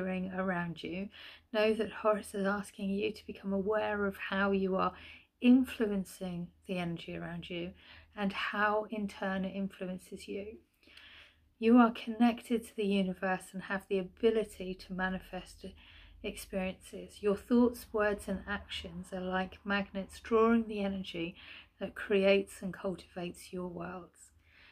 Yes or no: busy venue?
no